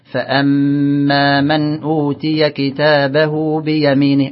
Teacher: الغنن كلها بمقدار حركتين